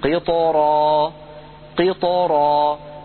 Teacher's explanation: الراء مفخمة مع أنها سبقت بساكن وقبل الساكن كسرة، إلا أن هذا الساكن كان حرف الطاء والطاء حرف مستعلٍ مطبق فيحول بين الراء والترقيق.